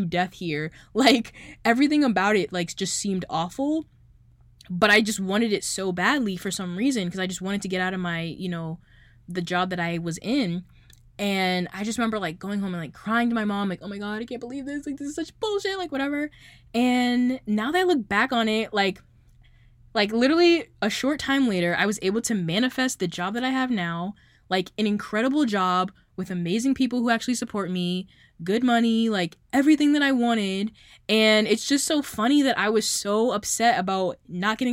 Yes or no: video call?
no